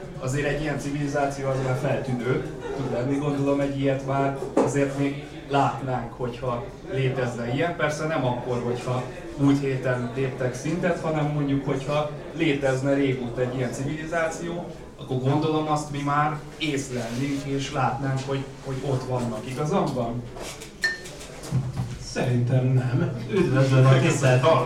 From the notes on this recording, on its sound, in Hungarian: A Kapcsolatfelvétel napján tartott Ürszekerek közösségtalálkozón